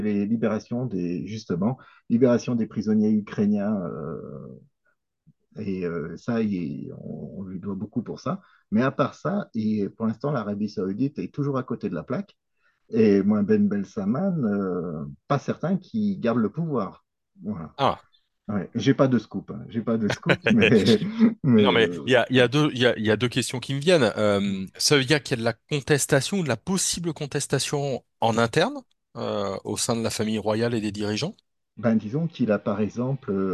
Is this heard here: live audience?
no